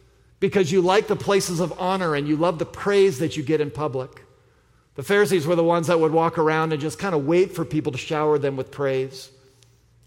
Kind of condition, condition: setting, large echoing room